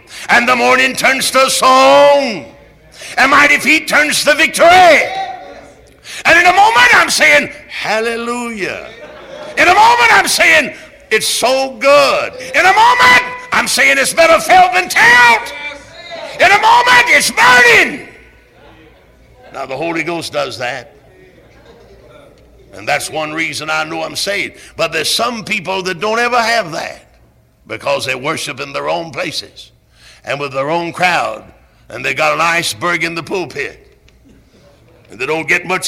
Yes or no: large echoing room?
yes